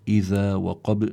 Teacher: هون الباء مائلة إلى الكسر بخلاف القاف · Term: قلقلة كبرى